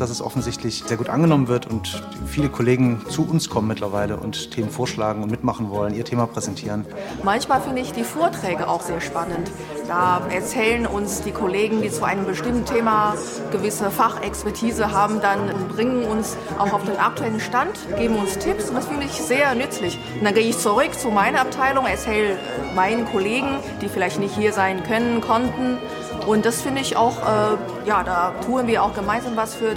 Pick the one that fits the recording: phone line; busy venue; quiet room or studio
busy venue